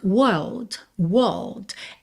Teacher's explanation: se nós não temos os R's enrolados, que vem depois das vogais, então nós temos world